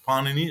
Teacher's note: the stress has to be on the first syllable